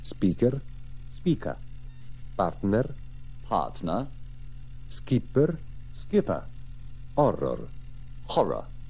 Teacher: La differenza più evidente è che in inglese si tende a far scomparire la R finale